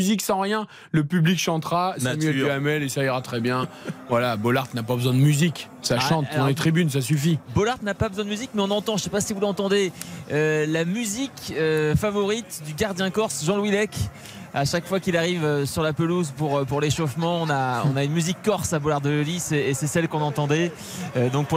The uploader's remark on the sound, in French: en direct du stade Bollaert